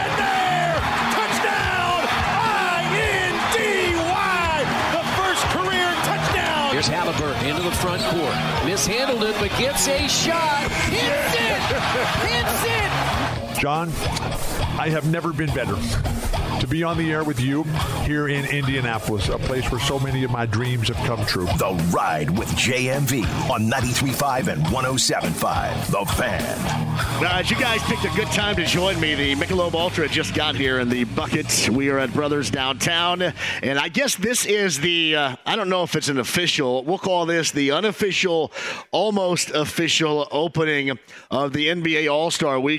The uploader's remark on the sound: Live from Brothers downtown. Taking some comments and questions from listeners online!